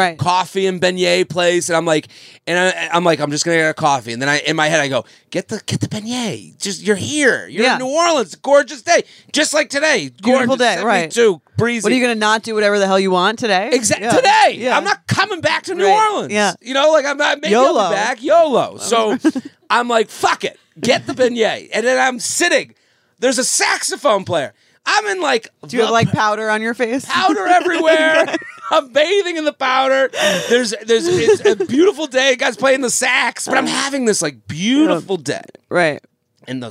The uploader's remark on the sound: A very special episode recorded from the Pizza Hut struggle bus in Athens, GA. Answer a listener voicemail from the Hut-Line.